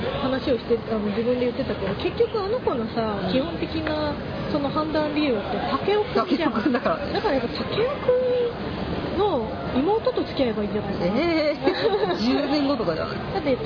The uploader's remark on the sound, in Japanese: さいたま新都心秋のビール祭2015。ですので、屋外収録です。アイススケートショーを見終わったお客さんが押寄せたり、小学生が奇声を上げたり、解体工事が始まったり、ヨッパライが登場したりと、かなり途切れ途切れでお聞き苦しい回になってしまいましたが。